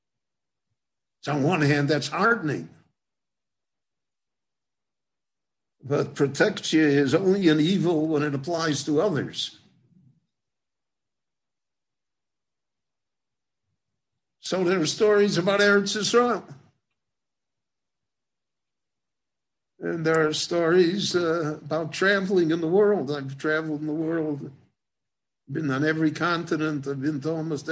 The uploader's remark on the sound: Book Launch. This lecture was given in Jerusalem.